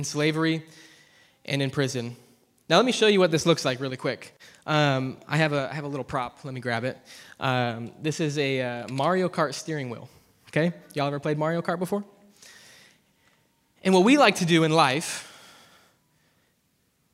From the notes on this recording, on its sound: preached at ZEAL Church in Hermiston, Oregon